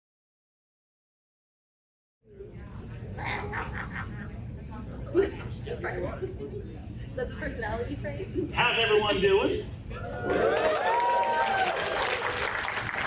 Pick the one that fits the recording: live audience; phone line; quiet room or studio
live audience